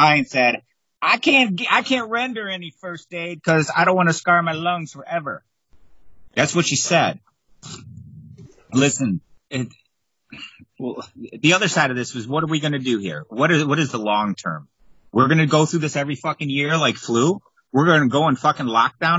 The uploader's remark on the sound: Meet up over Skype to stay isolated.